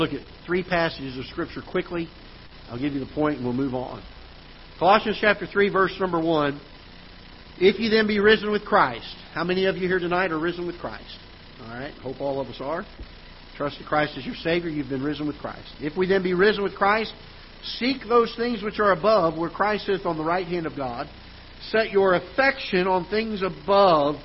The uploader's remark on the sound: Ketha Heights Baptist Church ~ Live Broadcast